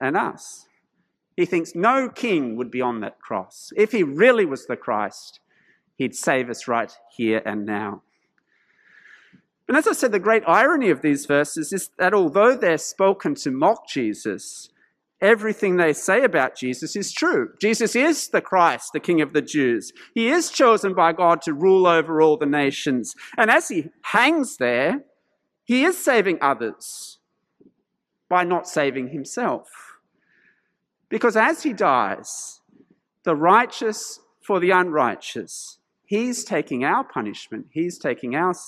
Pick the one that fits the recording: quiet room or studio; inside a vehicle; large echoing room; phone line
large echoing room